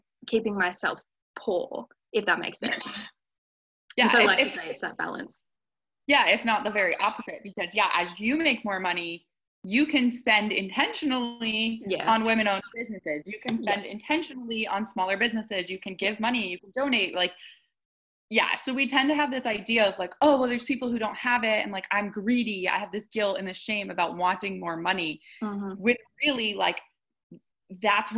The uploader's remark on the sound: I had a really fun, casual chat over Zoom